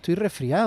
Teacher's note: tiene una S antes que una F. Eh, a veces se pronuncia sin S.